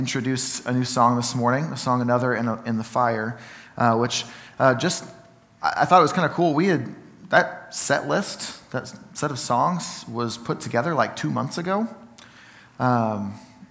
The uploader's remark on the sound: Sermon from Ninth Street Christian Church